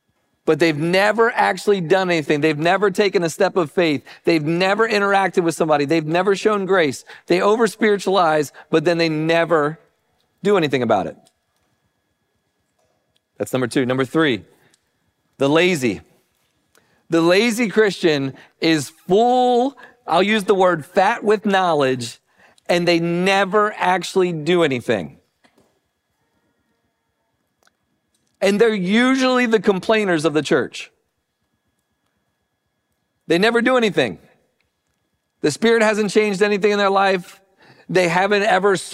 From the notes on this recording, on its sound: Recording of Sunday gathering on Dec 17th, 2023.